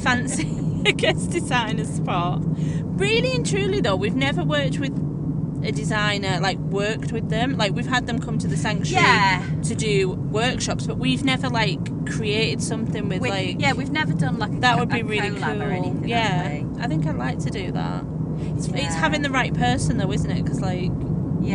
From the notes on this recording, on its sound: recorded during out road trip